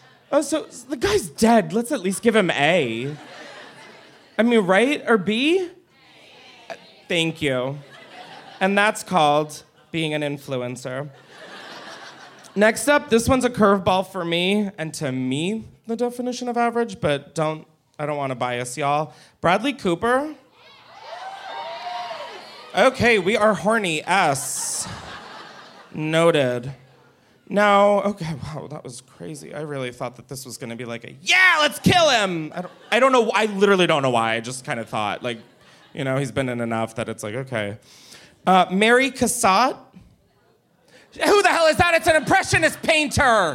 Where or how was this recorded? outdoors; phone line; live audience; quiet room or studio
live audience